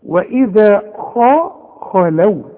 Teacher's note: طلع شفايفك لقدام حينما تنطق الخاء خاء، ورجع شفايفك لورا على هيئة ابتسامة علشان تطلع اللام مرققة · Term: الخاء المفخمة